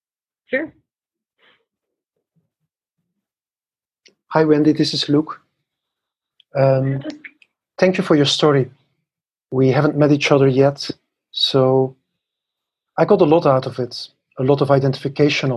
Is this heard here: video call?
yes